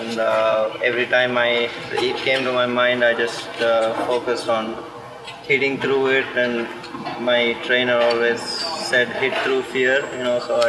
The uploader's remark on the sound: live from the Cranbrook Tennis Classic